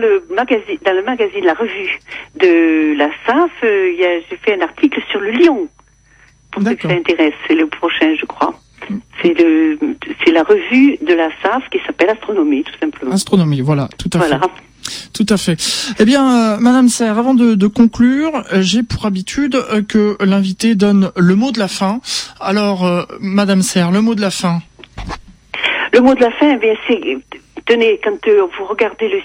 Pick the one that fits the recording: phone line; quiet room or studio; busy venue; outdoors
phone line